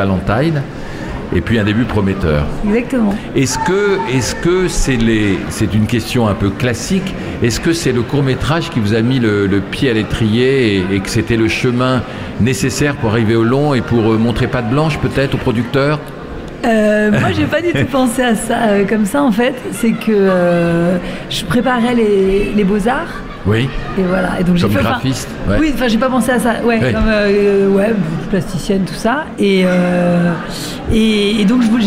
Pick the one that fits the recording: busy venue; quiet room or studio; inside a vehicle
busy venue